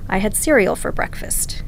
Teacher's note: If I'm making a statement, I would say, I had cereal for breakfast, and my voice goes down at the end.